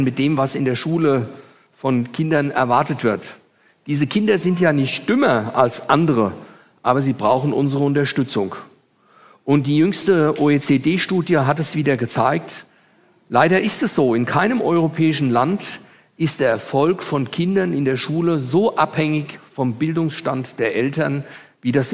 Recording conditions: large echoing room